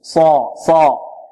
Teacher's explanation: والصاد نفخمها وهي من حروف الاستعلاء السبعة المجموعة في قولهم خص ضغط قض، خص ضغط قض، ص ص.